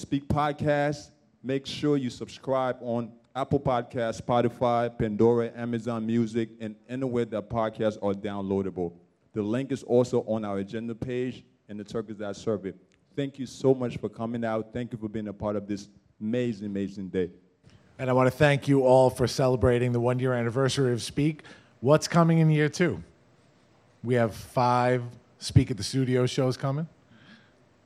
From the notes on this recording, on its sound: Recorded in front of our live audience at The Nutty Irishman immediately following the talks at our SPEAK: Growth pop-up event. In Farmingdale, New York.